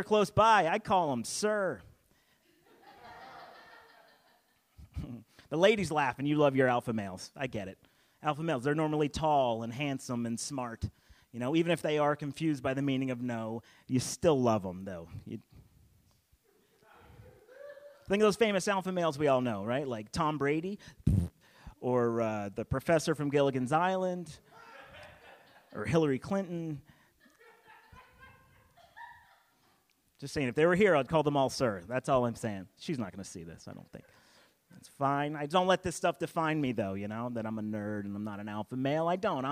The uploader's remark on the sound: includes the audio from a special show at The Comedy Zone in Charlotte, NC during the Covid-19 quarantine.